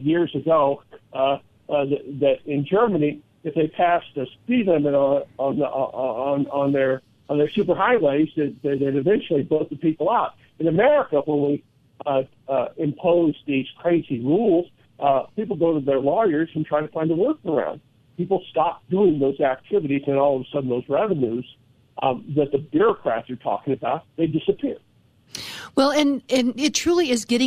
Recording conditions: phone line